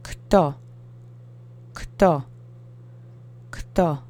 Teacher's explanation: You've got the K and the T close to each other, which looks kind of weird, but it comes up every now and then in Polish. And keep the O sound monosyllabic.